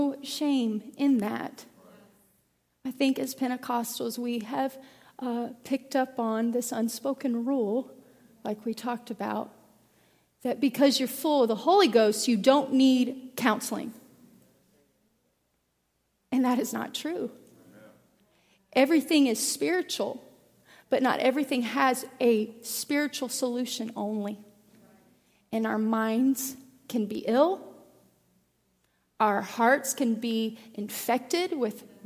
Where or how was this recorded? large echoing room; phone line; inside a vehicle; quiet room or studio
large echoing room